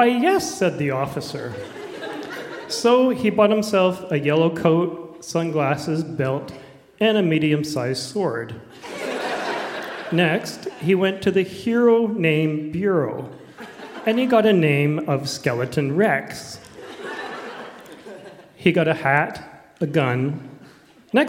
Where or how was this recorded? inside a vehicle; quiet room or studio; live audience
live audience